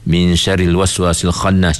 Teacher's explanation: masa kita dengung ikhfa itu, kita punya lidah bersedia dekat dengan makhraj huruf shin.